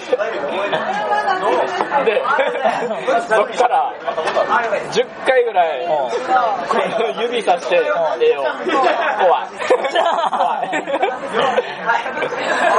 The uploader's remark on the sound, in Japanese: 居酒屋そそうで収録の回。正直聞きづらい音声ではありますが、そそうの楽しい雰囲気をお伝えできれば幸いです。